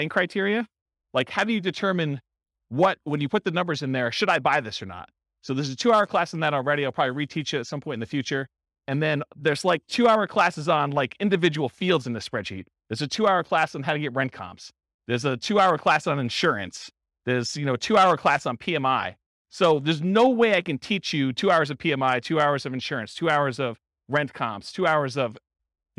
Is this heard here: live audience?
yes